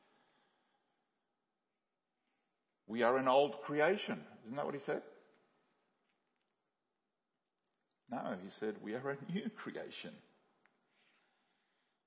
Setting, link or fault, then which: setting, large echoing room